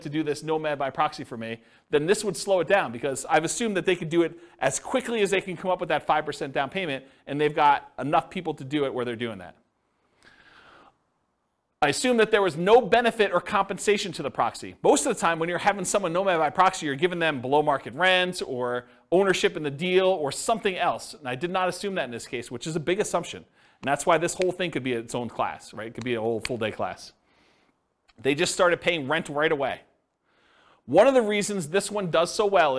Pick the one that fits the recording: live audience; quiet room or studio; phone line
live audience